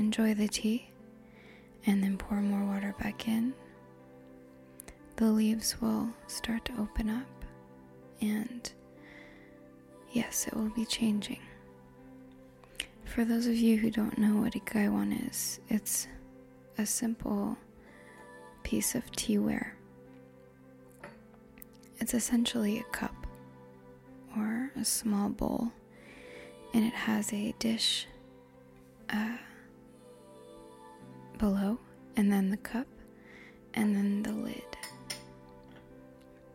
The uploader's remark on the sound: I describe my tea scene, amidst a distracting atmosphere of sounds.